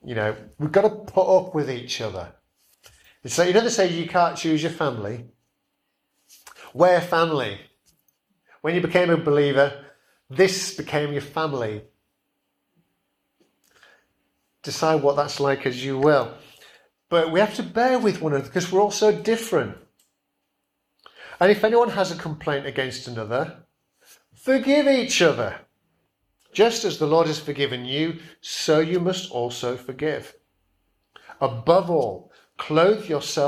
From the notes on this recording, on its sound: Preached at Kirkby Stephen Evangelical Church